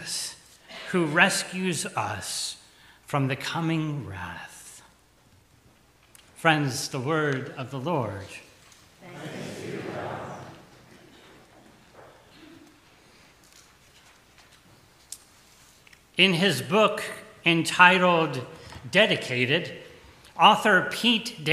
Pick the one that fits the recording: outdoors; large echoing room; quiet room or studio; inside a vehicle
large echoing room